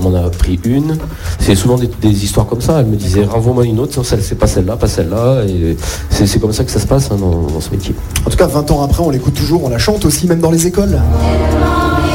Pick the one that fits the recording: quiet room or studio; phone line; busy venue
busy venue